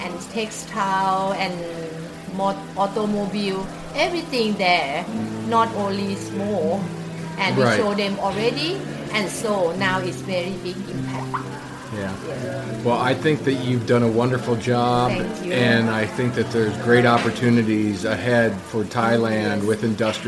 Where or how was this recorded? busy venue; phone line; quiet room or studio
busy venue